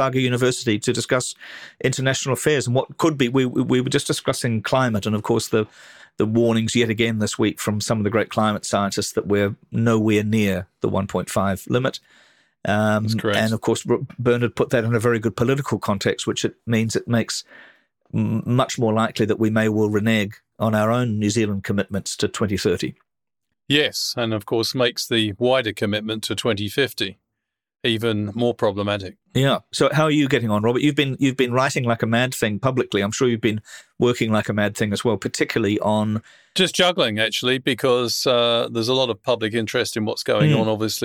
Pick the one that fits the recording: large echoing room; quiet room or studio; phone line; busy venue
quiet room or studio